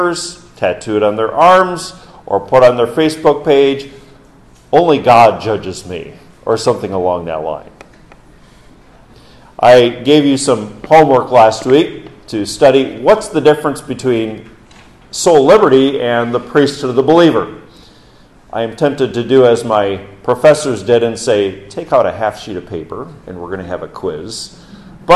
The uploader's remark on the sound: This message given on Reformation Sunday. During Orwell Bible Church's morning service, October 30, 2022.